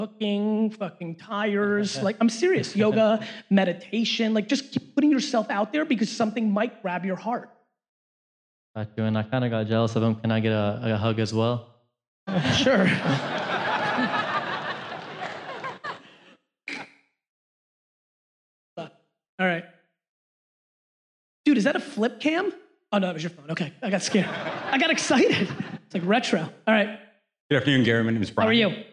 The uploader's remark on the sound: A Keynote: #SXSW 2017 LIVE Q&A